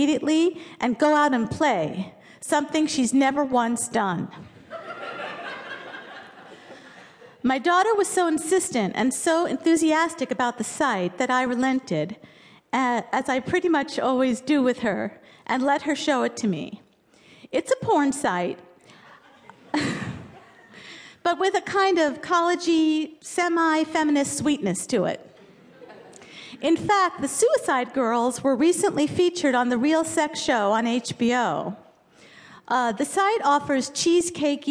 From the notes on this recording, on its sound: Format: Original Recording. This piece was recorded at Un-Cabaret's series "Say the Word", featuring great comedy writers reading their own original first-person nonfiction at the Skirball Cultural Center in Los Angeles.